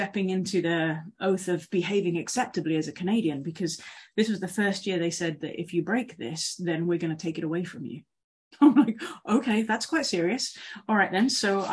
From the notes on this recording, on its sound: For this summer zoom service